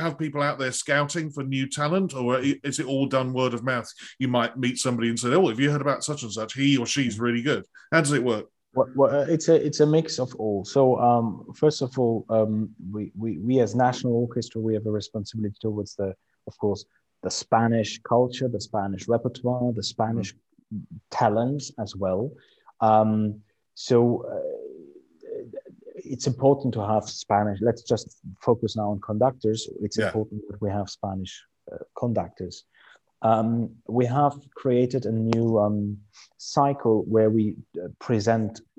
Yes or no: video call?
yes